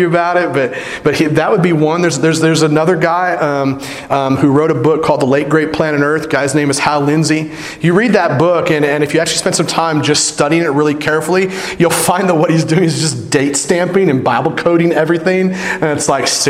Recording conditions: large echoing room